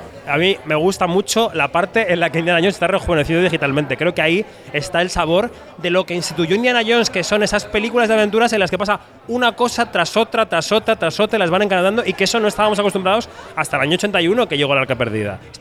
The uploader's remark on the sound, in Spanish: En el lounge de Campari, en pleno Palacio de Festivales. Kinótico Especial Festival de Cannes. Escuchamos los mejores momentos de la rueda de prensa...